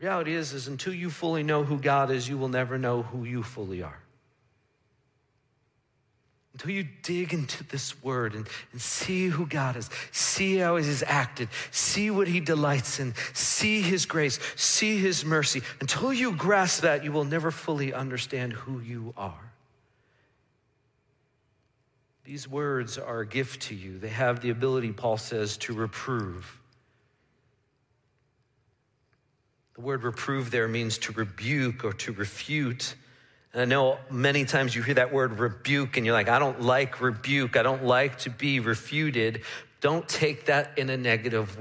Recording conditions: large echoing room